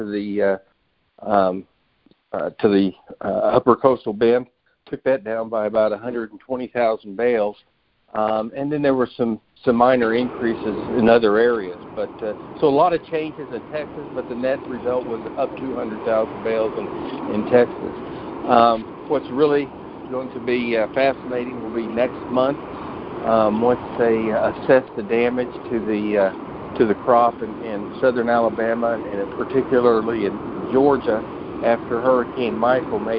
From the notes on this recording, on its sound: Monthly Conference Call.